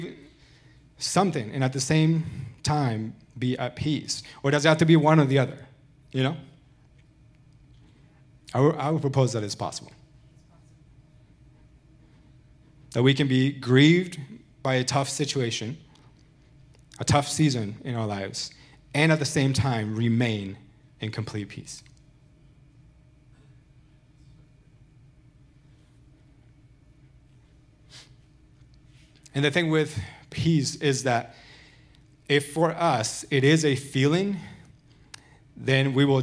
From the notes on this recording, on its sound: Recorded Sunday evening service at Reunion Hawaii.